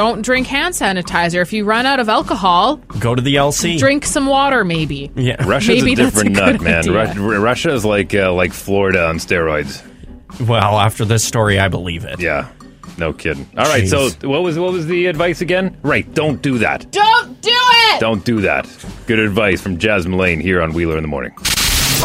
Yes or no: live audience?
no